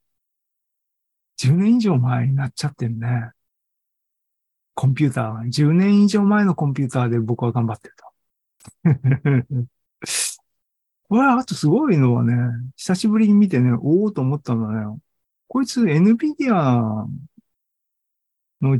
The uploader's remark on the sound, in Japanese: ２０２３年６月２４日に開催した ZOOMライブの模様です